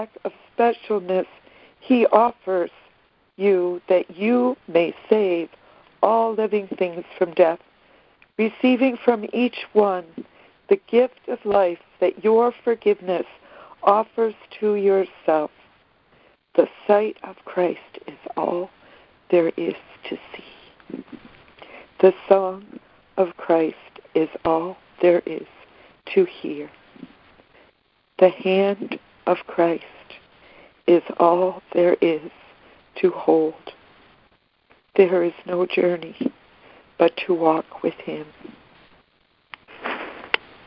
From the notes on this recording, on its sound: ACIM Daily Conference Call